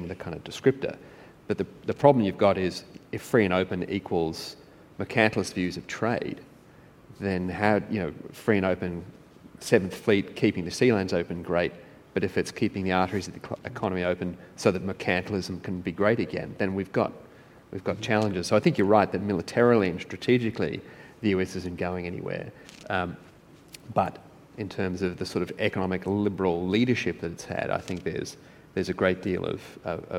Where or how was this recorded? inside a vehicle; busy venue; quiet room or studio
busy venue